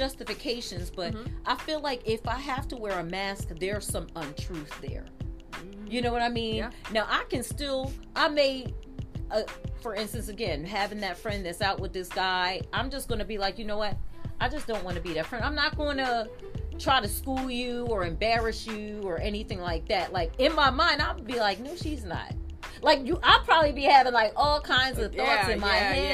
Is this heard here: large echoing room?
no